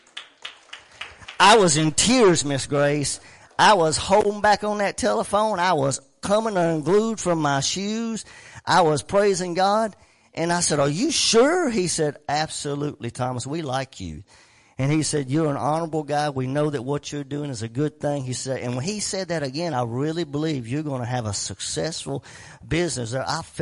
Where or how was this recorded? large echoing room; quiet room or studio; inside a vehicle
large echoing room